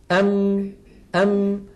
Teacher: إذن نصف الميم الشفوي في الحقيقة شديد، لكن النصف الخيشومي قابل للمط. · جزء شفوي وهو انطباق الشفتين على بعضهما، ويصاحب ذلك غنة من الخيشوم. مجموع هذين العملين يشكل حرف الميم.